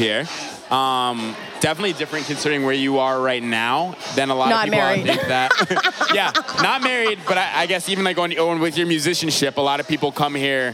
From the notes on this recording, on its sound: Kinfolk 90 in Brooklyn, NY. Basslines & Banter is a visual podcast that is recorded live at the party which shares the same name.